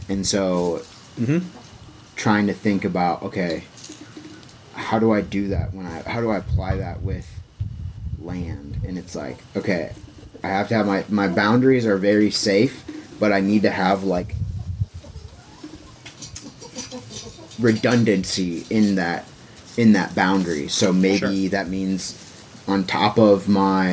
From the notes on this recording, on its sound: there is some wind noise in this episode